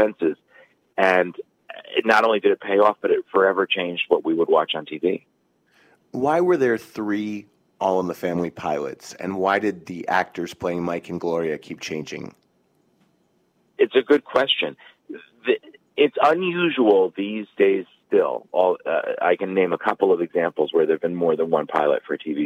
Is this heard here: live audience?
no